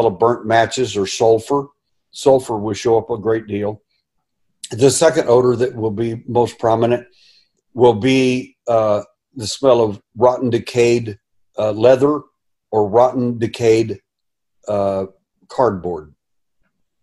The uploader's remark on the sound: Food Forest Abundance Zoom Meeting.